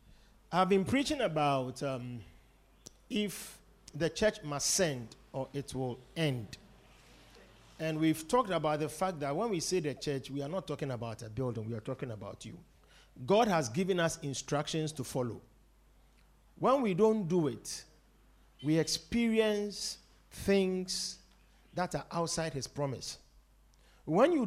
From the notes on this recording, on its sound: Preached at The Victory Secrets Service.